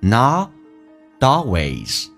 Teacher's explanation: Not 打开口腔，跟 always 有一个连音，t 要浊化，在美式发音当中叫 not always.